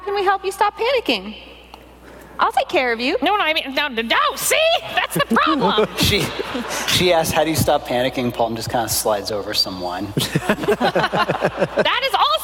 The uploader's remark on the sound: Live from PAX Unplugged 2018.